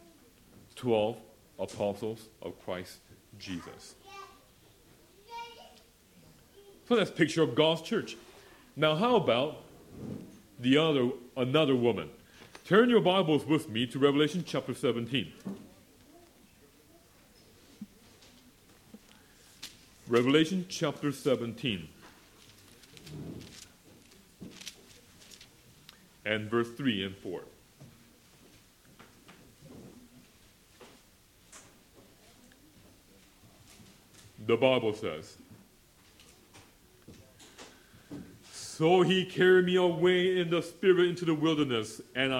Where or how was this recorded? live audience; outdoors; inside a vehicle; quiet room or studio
live audience